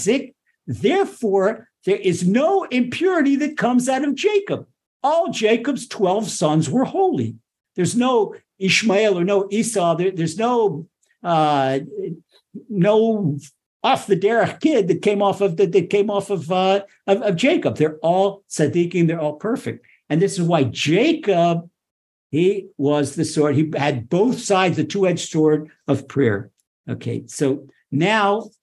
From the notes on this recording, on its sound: Recorded via TORCHzoom